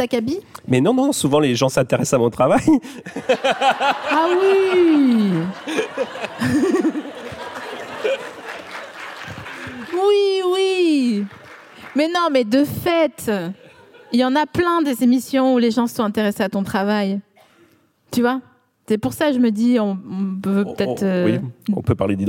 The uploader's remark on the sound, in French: Produit par Binge Audio, enregistré en mars 2022 à la Scala Paris.